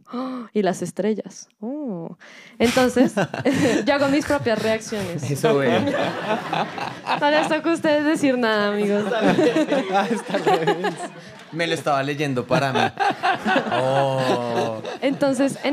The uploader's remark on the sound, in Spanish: Los sonidos de la vida E4: Escuchando el silencio (EN VIVO). Lo grabamos en vivo, en auditorio lleno, felices de haber recibido tanta acogida.